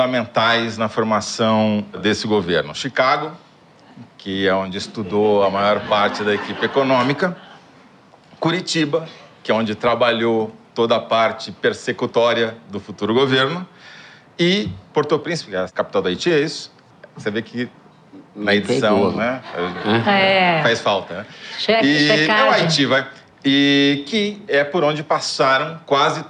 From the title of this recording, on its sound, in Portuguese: Ao vivo no Festival